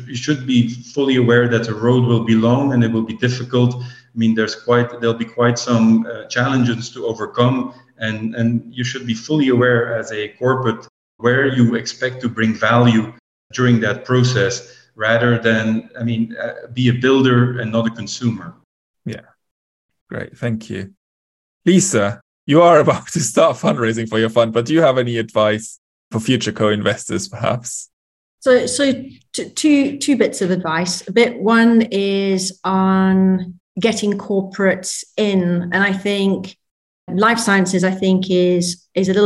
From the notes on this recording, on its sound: We’re bringing you a recording of a recent webinar.